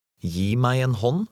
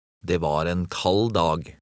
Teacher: the final D in short words is silent